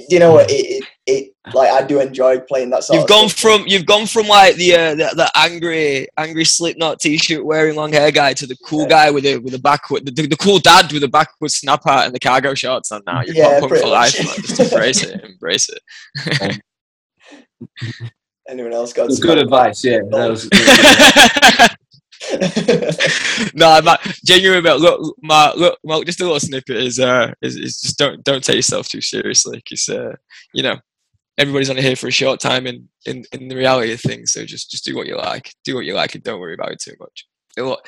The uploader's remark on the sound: Recorded on Zoom